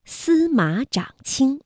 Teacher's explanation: 司于之君皆请为内臣，除边关，官邑赤，西至漠若水，南至臧科为教，通灵官道，桥孙水，以通穷都，环抱天子，天子大悦。我们注意到啊，像司马长卿，大家看，马长都是三声字，上声字。那么我们说214加214连读要变调，那就这样读，马读21，不读214了。长也读21，因为后面呢还有一个一声字